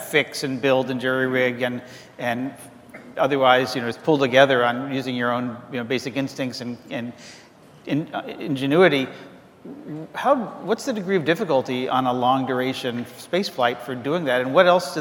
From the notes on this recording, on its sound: The best of live interviews from GreenBiz events.